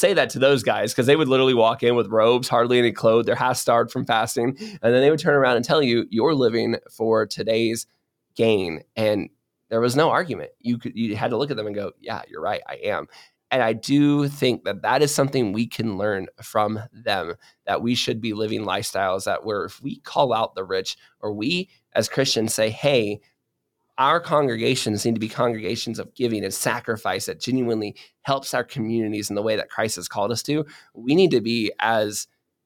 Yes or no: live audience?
no